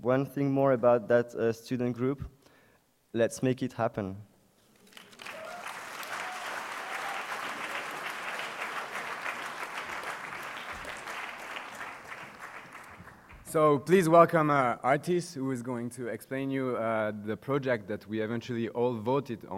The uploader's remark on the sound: at the UNICA Student Conference 2014, UNIL